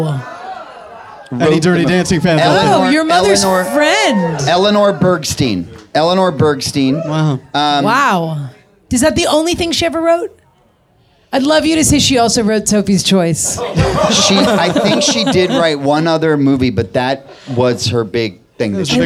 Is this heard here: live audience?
yes